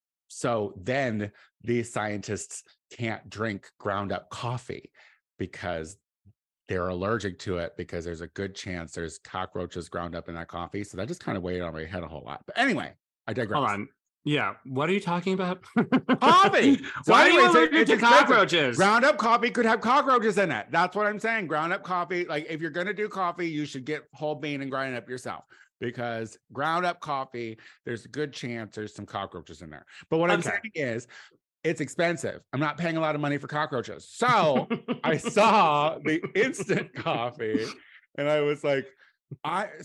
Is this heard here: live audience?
no